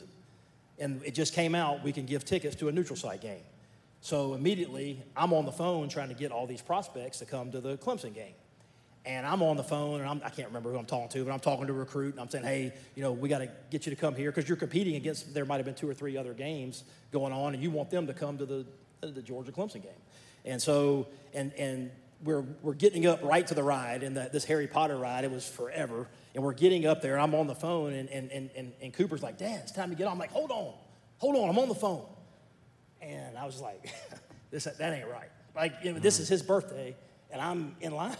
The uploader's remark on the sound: This episode is from Graystone Church’s 2nd Annual Men’s Conference.